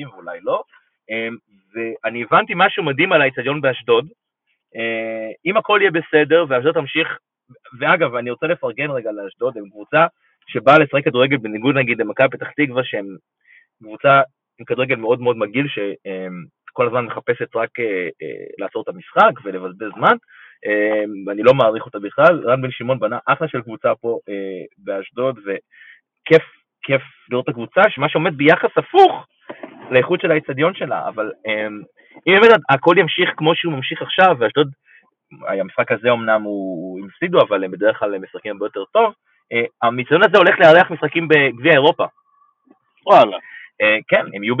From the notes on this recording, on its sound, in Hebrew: שהוקלט ושודר בשידור חי ממגרש החניה של איצטדיון הי"א באשדוד